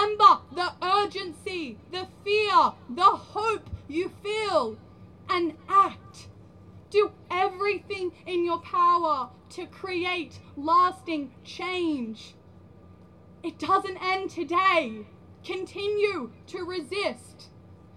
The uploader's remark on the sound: School Strike for climate Action March 2021 recordings from the streets of Byron.